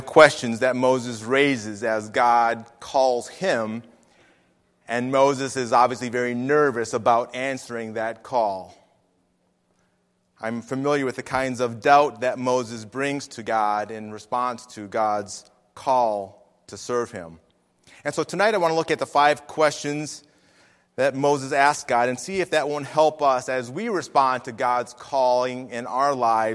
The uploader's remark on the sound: Faith Baptist Church in Hamilton, NJ.